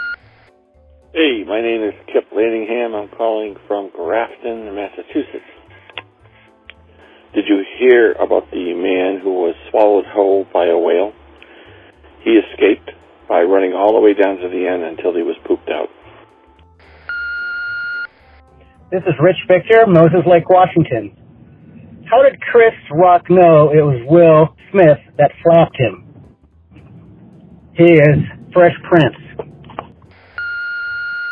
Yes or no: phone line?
yes